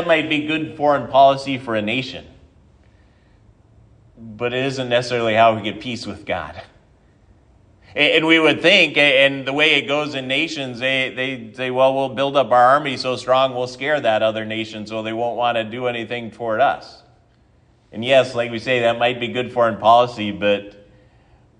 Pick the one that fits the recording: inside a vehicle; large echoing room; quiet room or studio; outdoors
large echoing room